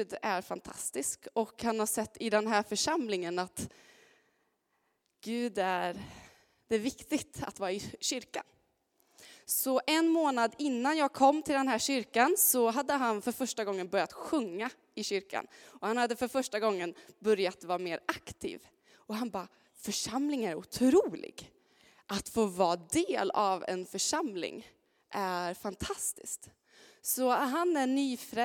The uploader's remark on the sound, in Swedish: Inspelning från Immanuelskyrkan Skövde.